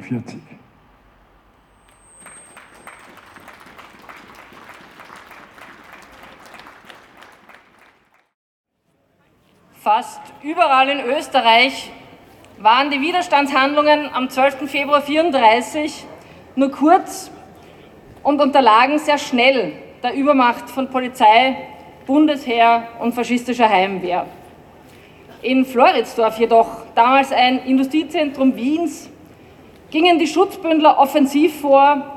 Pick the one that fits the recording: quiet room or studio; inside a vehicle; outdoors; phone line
outdoors